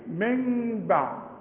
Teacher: بعد، لما تلاقي نون بدون تشكيل بعدها باء هيحصل لها قلب، العلماء بيسموها إقلاب مع الإخفاء مع الغنة، يعني أقلب النون لميم